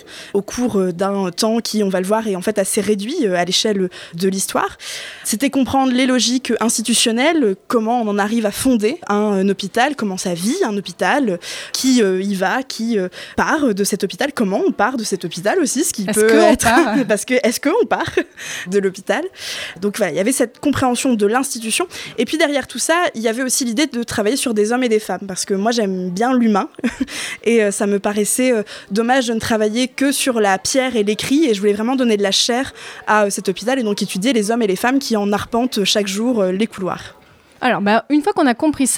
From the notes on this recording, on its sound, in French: Cet épisode du podcast a été enregistré en public, dans le bar la Boulangerie à Lille en mars 2023, d'où les bruits en fond !